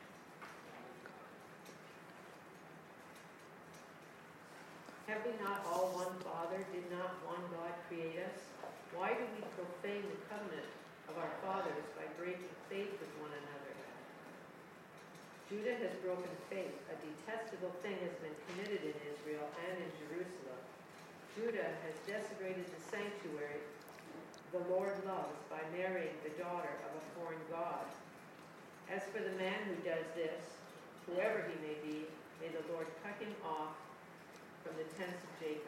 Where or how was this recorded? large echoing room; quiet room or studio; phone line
large echoing room